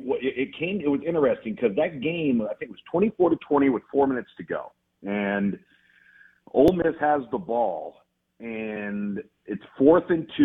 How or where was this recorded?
phone line